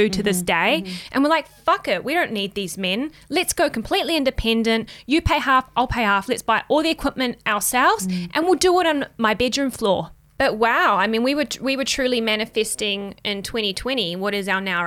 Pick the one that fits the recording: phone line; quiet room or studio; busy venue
quiet room or studio